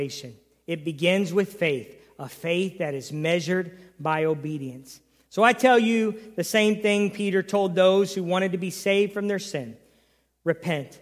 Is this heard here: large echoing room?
yes